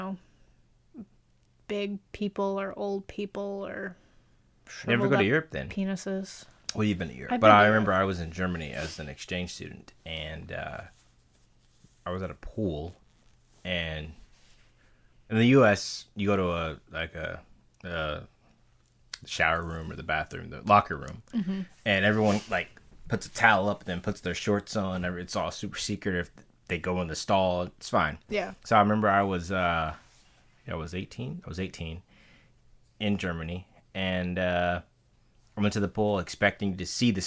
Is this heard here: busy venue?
no